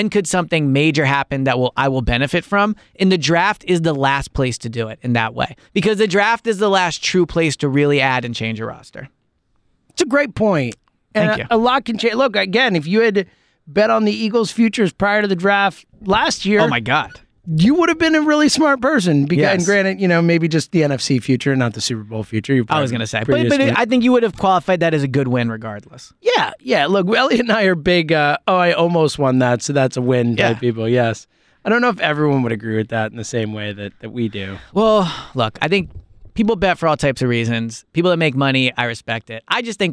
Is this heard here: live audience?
no